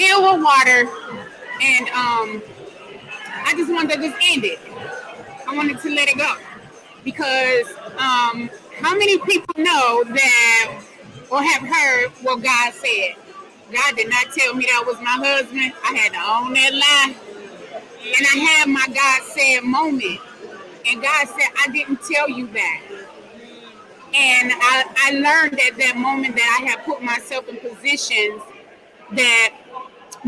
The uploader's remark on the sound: This special broadcast is live from the Mind,Body & Spirit event in Dallas,TX.